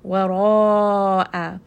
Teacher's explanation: This is also a four count med, and the med itself will also be heavy because of the heaviness of the راء. وراء.